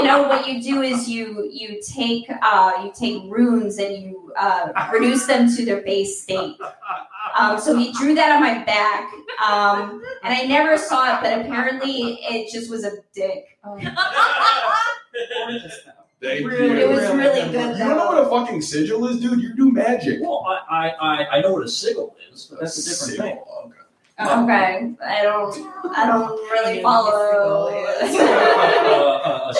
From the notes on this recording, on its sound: LIVE from Under St.